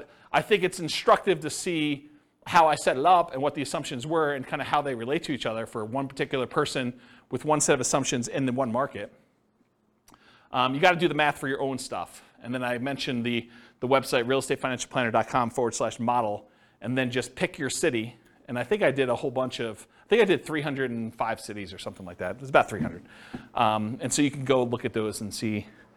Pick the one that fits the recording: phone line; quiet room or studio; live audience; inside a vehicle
live audience